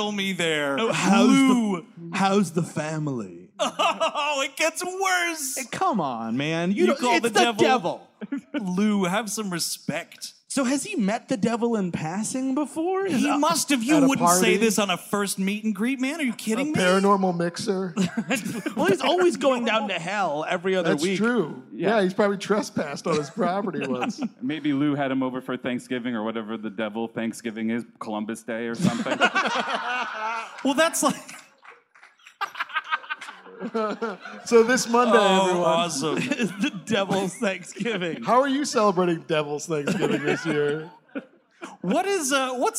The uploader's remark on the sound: Live! at the Los Angeles Podcast Festival. It's the gang's live appearance at the 2017 Los Angeles Podcast Festival. Recorded at the Millennium Biltmore Hotel's Biltmore Bowl.